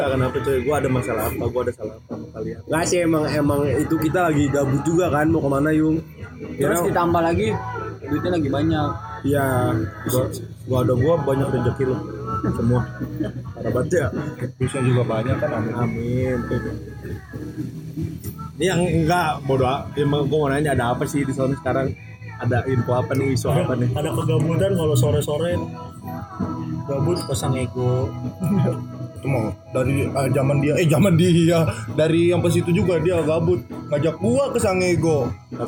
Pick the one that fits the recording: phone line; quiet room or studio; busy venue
busy venue